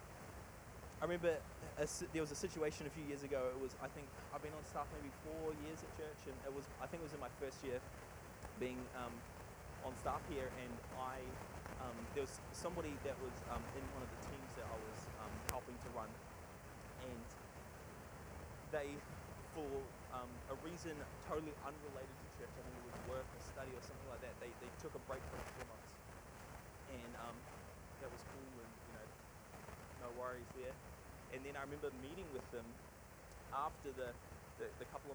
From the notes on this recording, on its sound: Sorry for the audio quality. We had trouble removing the static noise.